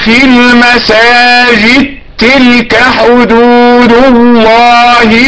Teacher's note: في المساجد تلك، الدال أدغمت نهائيا في التاء، هذا مثال على إدغام الدال في التاء.